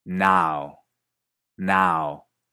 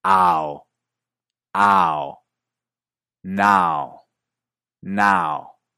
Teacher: En un acento relativamente neutro de Estados Unidos, esta palabra tiene un diptongo que empieza con una A más o menos anterior, a, y le sigue una especie de U corta, u